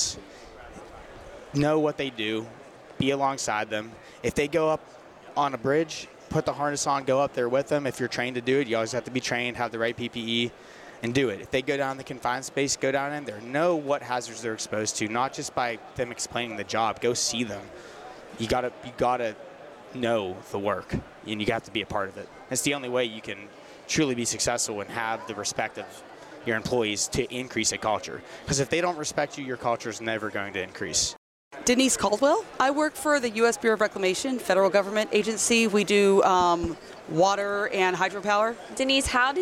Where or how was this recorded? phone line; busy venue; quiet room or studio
busy venue